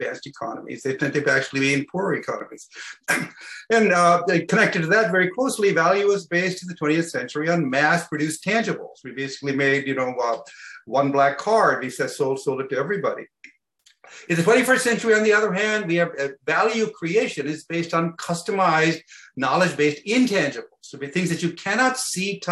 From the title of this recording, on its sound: STR Virtual Symposium